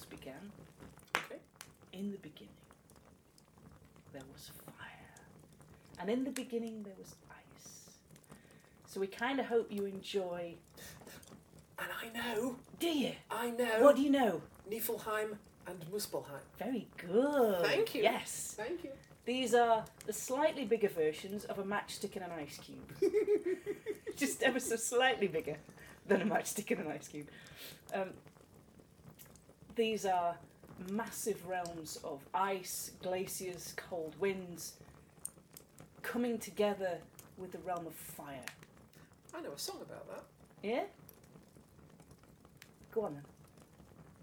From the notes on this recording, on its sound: Background fire ambience